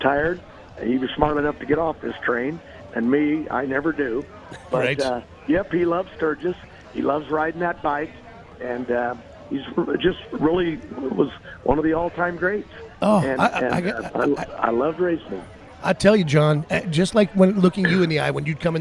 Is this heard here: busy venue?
yes